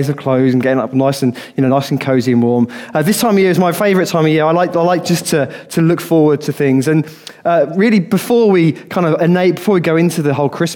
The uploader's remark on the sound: Recorded on 13/12/2015 at our Bournville gathering